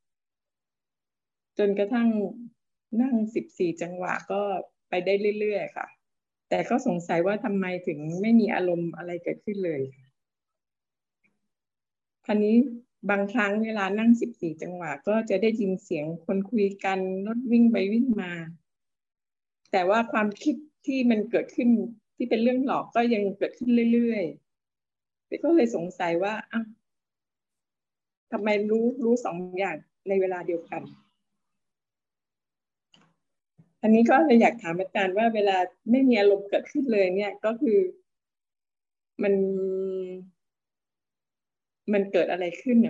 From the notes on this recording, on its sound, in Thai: เป็น 1 ใน 3 คอร์สออนไลน์ (ผ่านโปรแกรม Zoom)